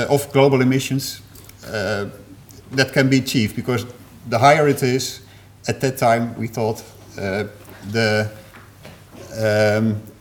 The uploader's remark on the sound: Third presentation of session 9 of the 4 Degrees international climate conference.